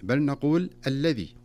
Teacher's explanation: ولا نقف عند اللام المشددة فيها زمنا طويلا